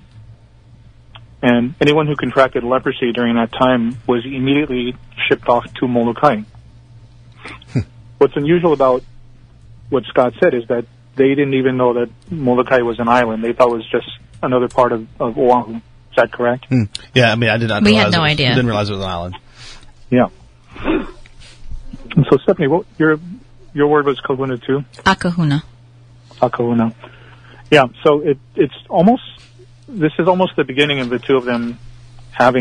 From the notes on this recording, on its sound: Recorded live. Over the phone.